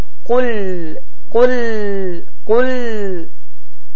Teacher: L hərfini düzgün bir şəkildə tələffüz etmirlər. Ərəb dilində olan L hərfi isə incə bir şəkildə tələffüz olunur.